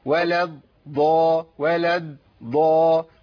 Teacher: جبت الضاد الأولى قريبة للدال